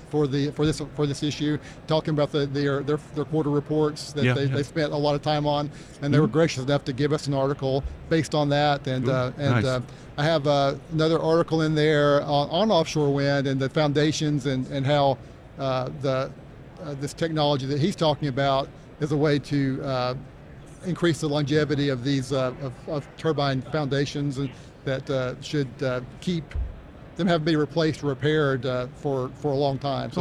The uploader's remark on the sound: Live From American Clean Power 2022. Association's clean power, 2022 conference and exhibition. We're on the show floor.